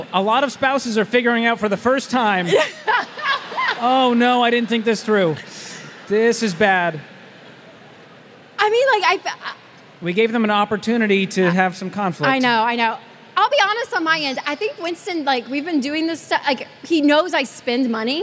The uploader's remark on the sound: LIVE From Dallas. From the SMART Conference stage in Dallas, Texas.